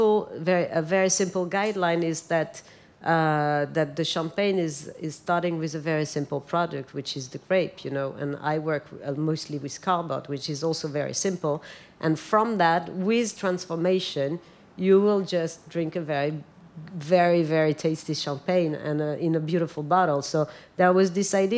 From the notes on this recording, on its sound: Talk Art Special LIVE EPISODE with Ruinart! Live from London's Frieze week, this inspiring episode was recorded in the Serpentine Pavilion designed by Lina Ghotmeh in front of a live audience.